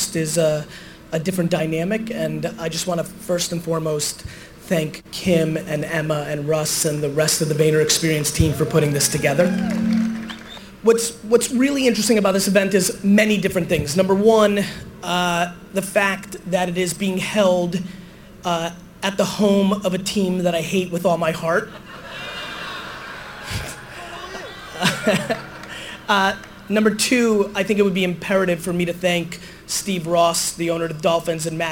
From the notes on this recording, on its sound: I was fired up for this opening keynote that I gave at VaynerExperience's first major event, Agent2021.